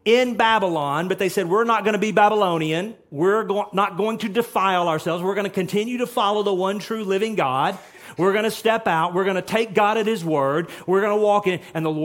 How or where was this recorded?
large echoing room